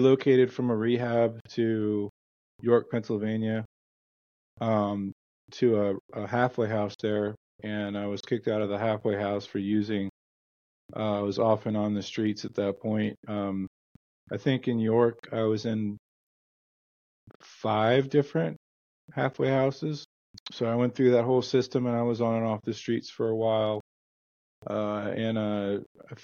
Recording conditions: drop-outs